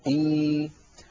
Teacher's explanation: كذلك لا يقول العربي إ، فإن وجد ذلك في كلامه أبدل الهمزة الساكنة ياء مجانسة لكسرة الهمزة الأولى فيصير النطق إي.